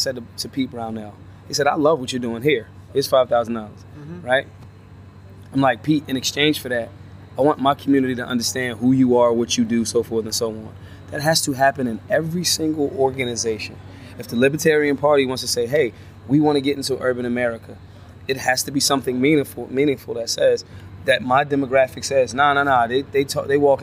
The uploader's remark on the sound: Live from the LNC